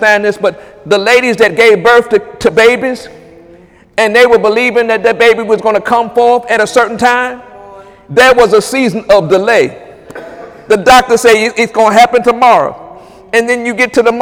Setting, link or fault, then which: setting, large echoing room